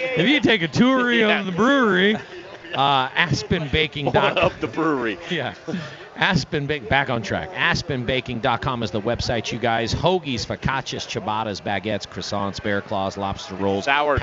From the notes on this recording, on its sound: Stomping grapes in Denver Colorado! LIVE! Live in LIBERATI restaurant & brewery.